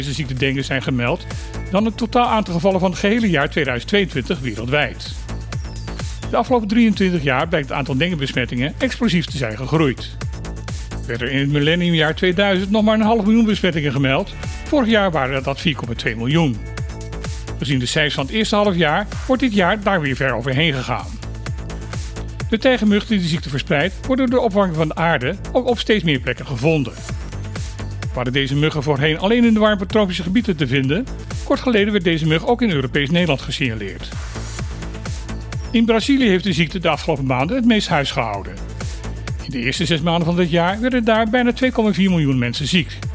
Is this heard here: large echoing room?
no